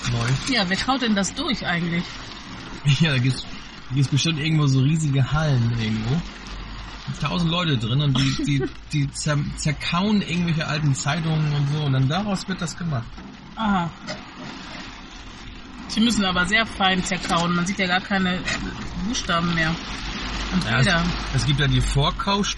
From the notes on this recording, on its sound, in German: An einer verregneten Samstag nach dem Wocheneinkauf haben wir die Gelegenheit genutzt und im Auto auf dem Parkplatz eine neue Samma-Folge aufgenommen. Es regnete und regnete und regnete... Verkehr und Regen sind deutlicher als erwartet zu hören.